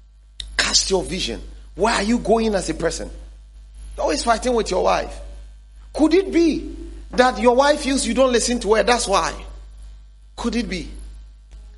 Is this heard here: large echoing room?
yes